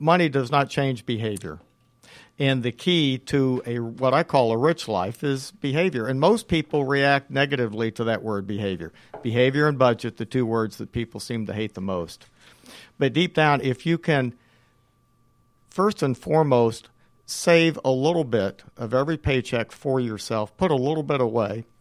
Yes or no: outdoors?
no